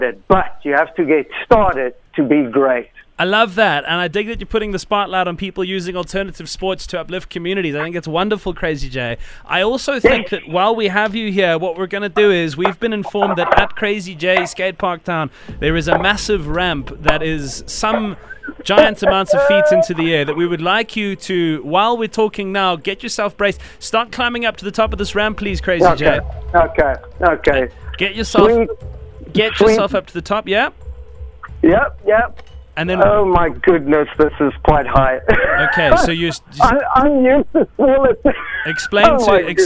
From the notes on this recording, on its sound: comes to us live from a skate park